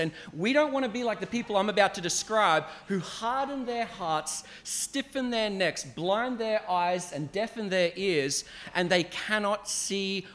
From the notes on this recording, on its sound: at Clarence Valley Community Church, South Grafton.